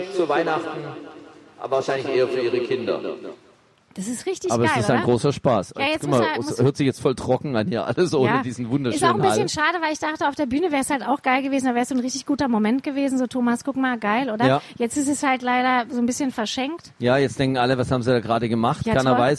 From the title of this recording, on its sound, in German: live vom ZFR